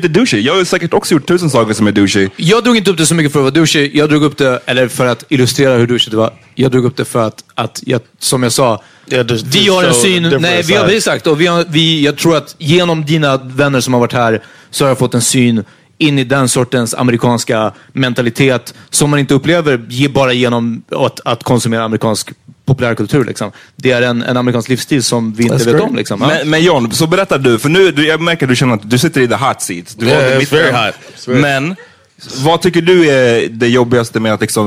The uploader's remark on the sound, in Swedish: Live från HOBO Hotel. Stort tack till alla som kom och supportade oss på plats!